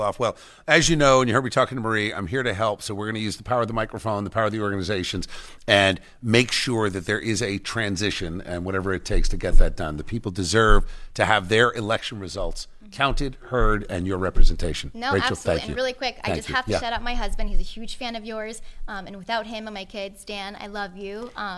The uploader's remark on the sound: We are LIVE from the Bridgewater Manor in Somerset County for the Women for Common Sense Holiday Luncheon.